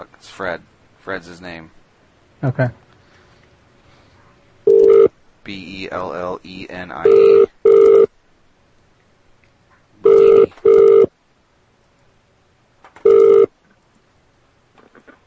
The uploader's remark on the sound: Prank Phone Calls